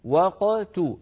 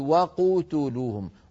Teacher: متى نضم الشفتين؟ عند التاء · Shown in: first take · وقتو، ولا نضم الشفتين باكرا فلا نقول وقتلوهم.